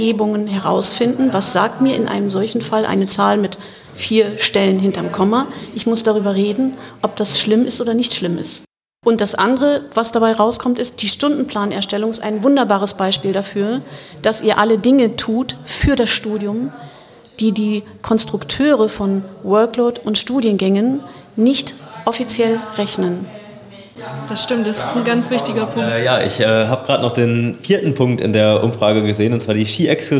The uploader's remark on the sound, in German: Sonderfolge unseres Podcasts, die wir live auf dem Campus in Vechta aufgenommen haben.